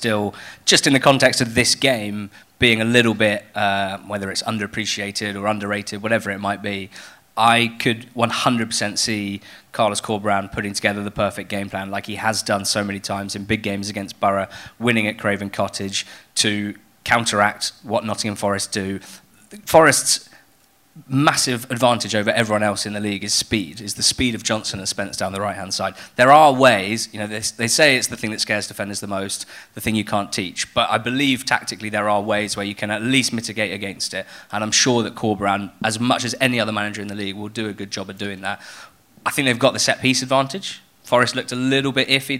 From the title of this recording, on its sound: NTT20 Live Show Audio